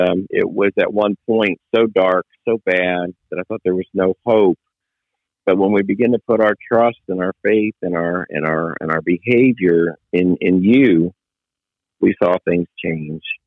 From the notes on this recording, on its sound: Location: The Millennium Beat, LLC Office (Phone).